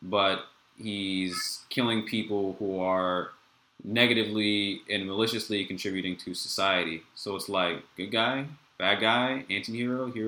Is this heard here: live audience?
no